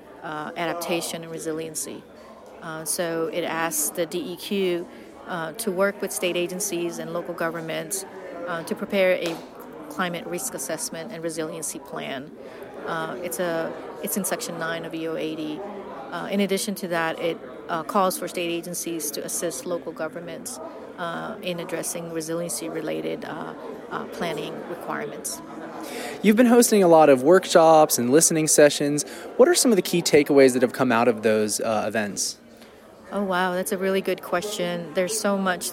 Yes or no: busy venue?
yes